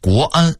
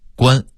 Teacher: 北京话说快了会变成了一个字关 · Shown in: second take · Term: 吞字或变音